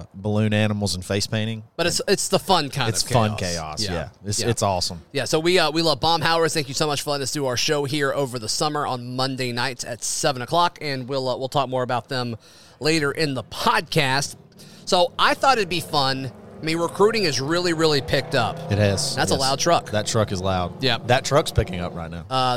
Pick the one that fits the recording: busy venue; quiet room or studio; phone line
busy venue